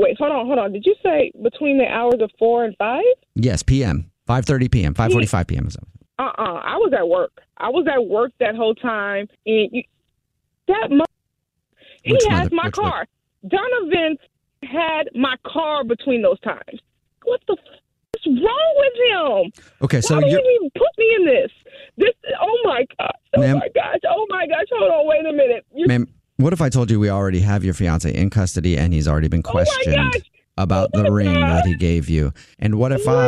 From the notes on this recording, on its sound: phone prank style